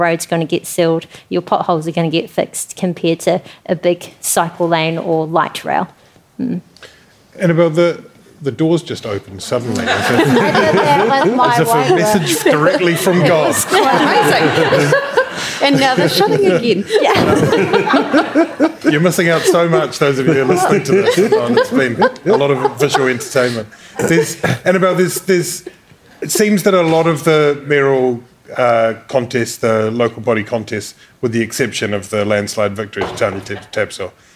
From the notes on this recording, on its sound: Star-studded live Tauranga special. To cap off a tremendous Escape Festival in Tauranga. Before a live audience.